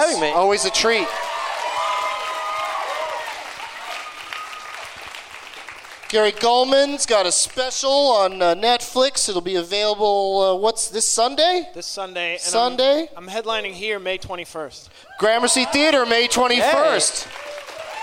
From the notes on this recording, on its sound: Live from the Gramercy Theatre in New York City